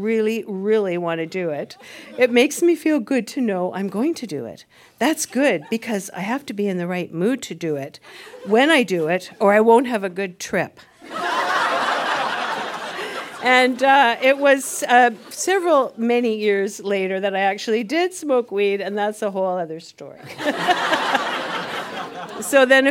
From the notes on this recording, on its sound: Recorded live at Yuk Yuk’s in Ottawa.